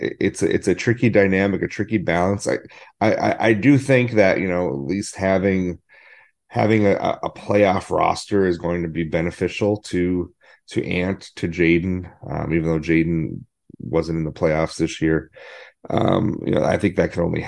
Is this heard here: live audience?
no